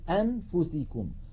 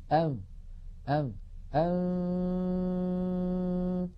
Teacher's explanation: لا لا أنا أتكلم لو أظهرنا، لو أظهرنا النون عند الفاء نقول أنفسكم، ولكن عندما نخفي النون عند الفاء لا نفعل هذا، لا نقول أنفسكم، وإنما نذهب من مخرج الهمزة من قولنا آ إلى تهيئة الفم مباشرة إلى مخرج الفاء، فنقول أم أم أم. إذن الفم مهيئ على مخرج الفاء، وينطق القارئ من أنفه غنة فقط فقط. · Shown in: second take